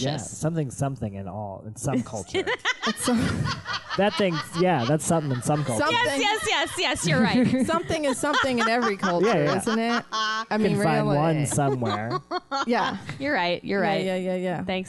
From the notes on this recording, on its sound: Recorded live from Q.E.D. In Astoria, NYC.